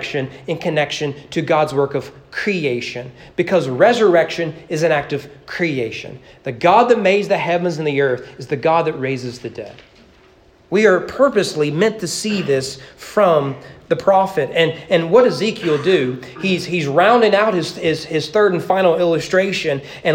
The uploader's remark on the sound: at East Frankfort Baptist Church during morning worship